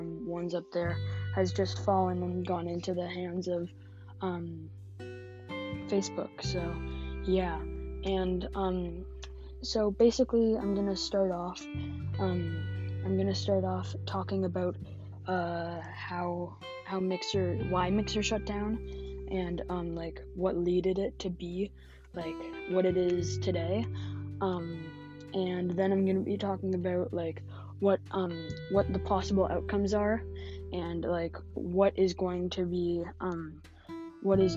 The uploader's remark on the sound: This had some technical difficulties so I am so sorry for that!